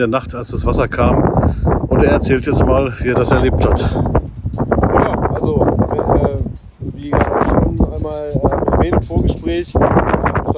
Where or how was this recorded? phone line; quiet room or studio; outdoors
outdoors